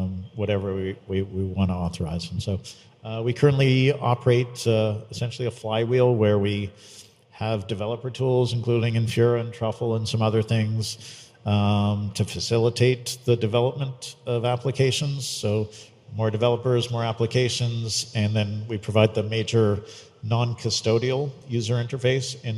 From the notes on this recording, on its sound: during a fireside chat at nft now and Mana Common’s The Gateway: A Web3 Metropolis